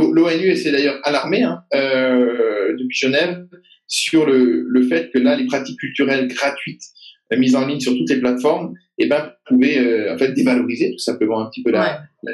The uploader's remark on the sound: had a Zoom video call, during these times of lockdown